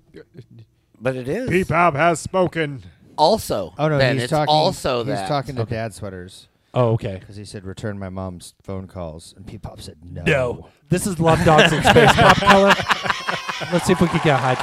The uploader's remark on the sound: Filmed in front of a live Studio Audience. Madewithswitcher.